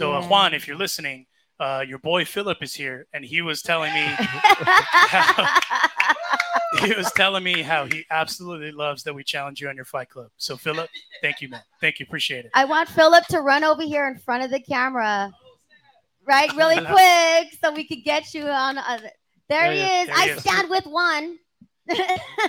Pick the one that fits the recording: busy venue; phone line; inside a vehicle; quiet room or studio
busy venue